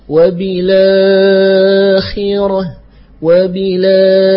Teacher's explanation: يعني يفخم الألف وإن كانت جاءت بعد حرف مستفيل، فكأنه يريد أن يغلظ صوته ويجمله بهذا التفخيم. · Term: تفخيم الألف